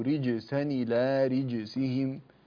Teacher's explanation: قلقلت الجيم مع تعطيشها ولا تحبسها حتى لا تصير رجسا هكذا يعني فيها شدة شوية.